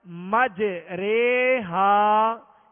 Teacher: अलिफ को या की तरफ और जबर को जेर की तरफ माइल करेंगे · Term: इमाला